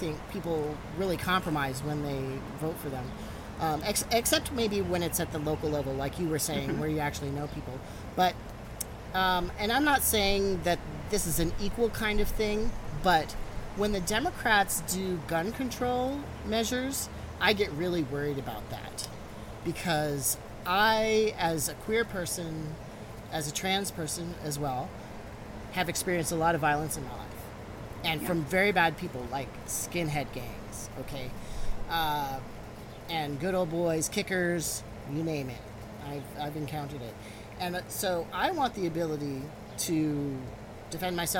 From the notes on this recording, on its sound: We filmed this interview in her backyard garden, so there is some ambient noise.